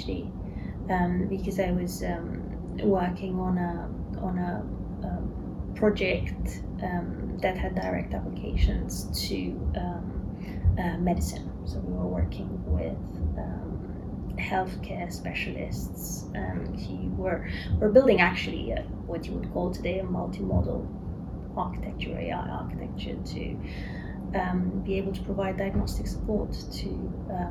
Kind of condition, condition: fault, background noise